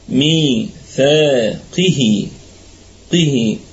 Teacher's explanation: القاف في أقل درجات التفخيم لأنه مكسور، وكذا فيه قلقلة نسبية، وأيضا هو من حروف الاستعلاء طبعا، وقلنا أنه في الدرجة الرابعة من درجات التفخيم.